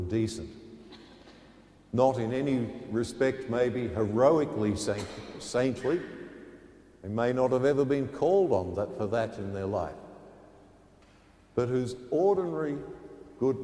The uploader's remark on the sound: The homily from Sacred Heart Cathedral, Hamilton